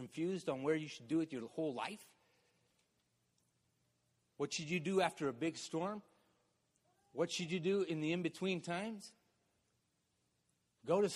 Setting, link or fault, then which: setting, large echoing room